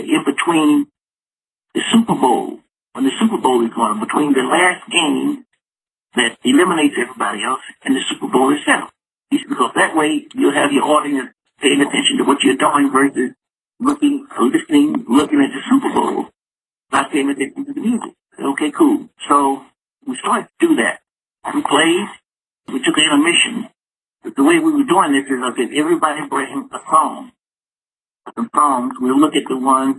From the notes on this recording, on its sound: called into the show